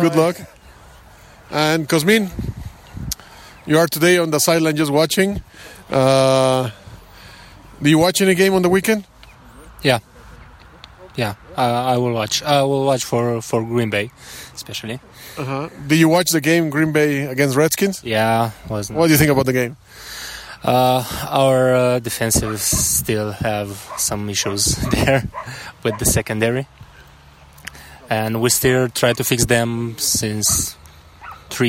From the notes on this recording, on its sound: This week we decided to have our recording at a different location and what better opportunity than to do it directly at our Crusaders Gym.